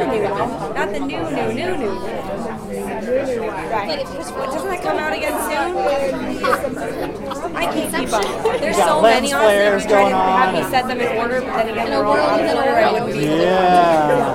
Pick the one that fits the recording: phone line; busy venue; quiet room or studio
busy venue